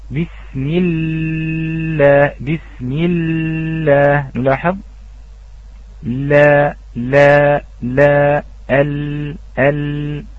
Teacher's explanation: سوف يلاحظ أن هناك اتصال في الحافة مع الضاحك والطرف الجانبي مع النابي والرباعيات · Term: المرققة